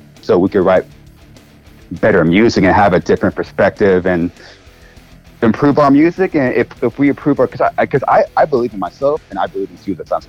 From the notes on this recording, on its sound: hops on the phone for a follow up chat